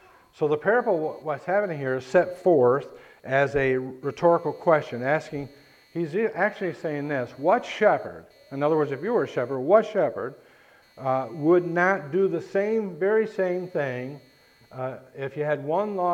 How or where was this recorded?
large echoing room